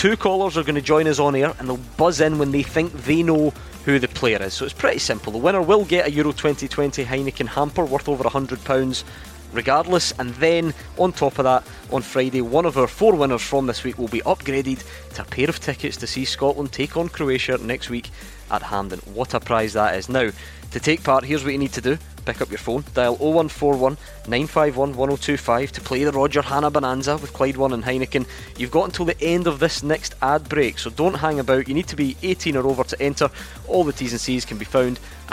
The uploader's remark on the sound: live from Scotland HQ at Drygate Brewery